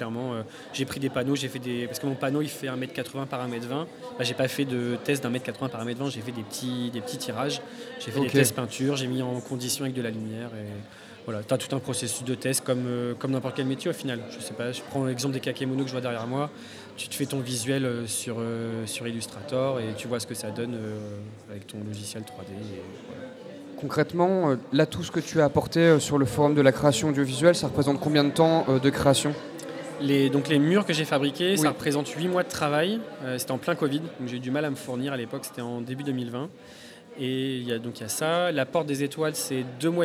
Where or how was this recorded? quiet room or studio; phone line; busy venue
busy venue